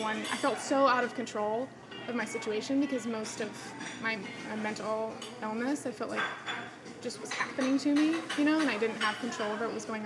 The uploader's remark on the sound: Unfortunately, the audio turned out a bit shabby in this episode. The sound of the espresso maker, neighboring chit chat, and overall coffee shop vibes.